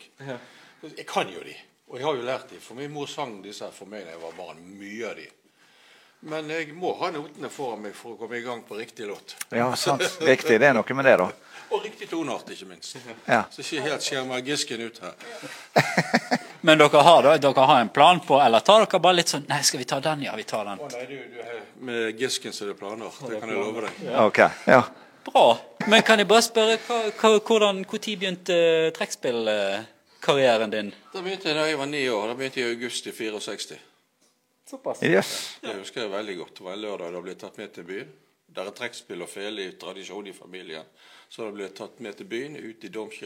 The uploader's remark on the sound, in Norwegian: Livesending fra Bergen historiske festival. Tok vi med oss mikrofoner og kamera og gikk rundt på Bergen historiske festival. Her traff vi mange festivalstemte deltakere og bidragsytere, og vi fikk tatt oss en prat med flere av dem.